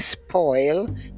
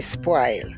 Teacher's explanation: we do not use the rounded vowels in Jamaica. They're all broad A vowels. · Shown in: second take · We, instead of saying spoil, we say spoil.